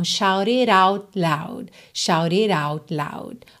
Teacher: esse T de out e o D de loud, você não ouve com muita clareza, porque não é necessário, né?